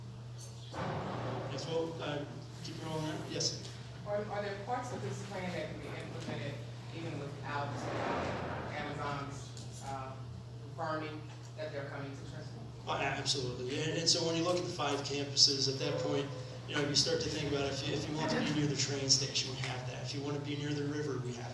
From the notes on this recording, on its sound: Audio recording from the 11/14/17 Trenton Area Stakeholders Meeting hosted by Greater Trenton